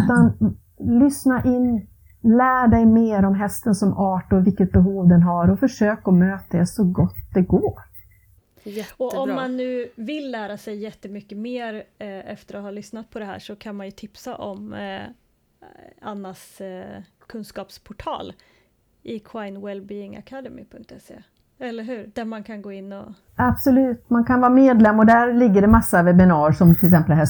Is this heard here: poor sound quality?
yes